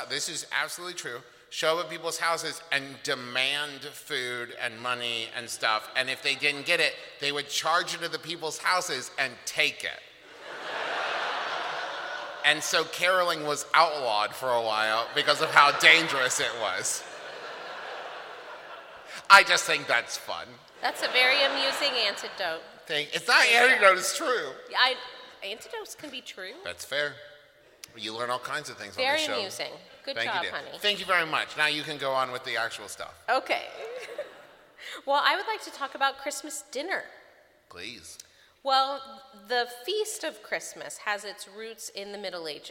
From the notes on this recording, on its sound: This episode all about VICTORIAN CHRISTMAS was recorded live at this year's Candlenights live show!